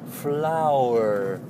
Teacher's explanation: En als je een woord hebt als flower, daar gebeurt heel veel in. Ehm, we gaan van A naar O naar Er. Er zijn drie klanken in één woord. Flower. Um, dat is erg lastig om dat eh, goed te krijgen.